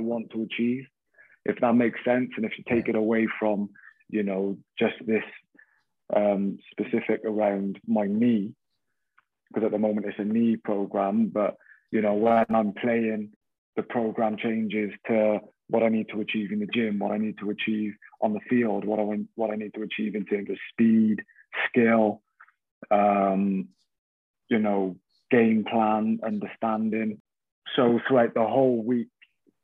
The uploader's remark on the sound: We caught up with him over zoom at home.